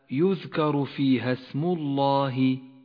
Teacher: فخمت اللام في لفظ الجلالة في هذا الموضع لأنها مسبوقة بحرف مضموم · Term: تفخيم لام لفظ الجلالة